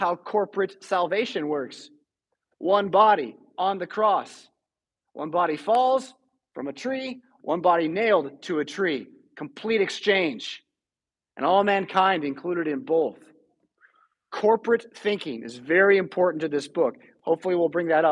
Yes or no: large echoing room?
yes